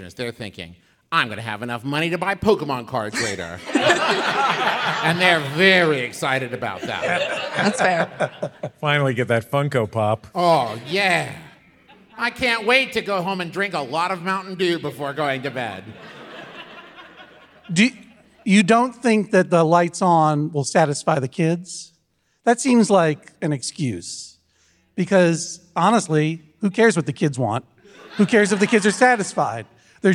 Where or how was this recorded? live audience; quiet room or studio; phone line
live audience